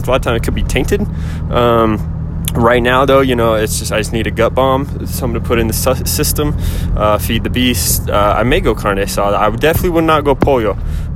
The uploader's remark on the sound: I record myself while driving home